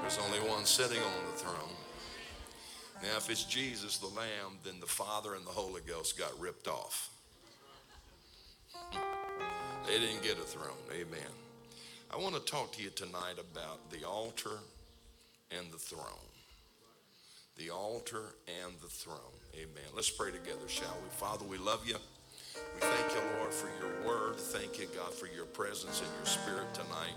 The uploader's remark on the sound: This is the Thursday night service of Turning Point Conference.